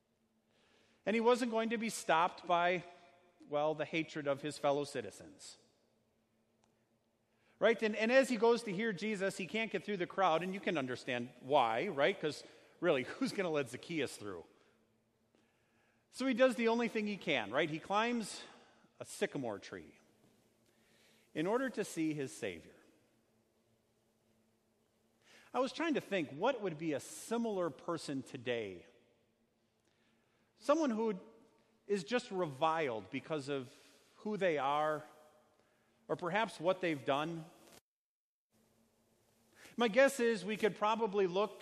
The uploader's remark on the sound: Sermon preached at Our Savior Lutheran Church in Birmingham, AL, on Sunday, October 13th, 2019.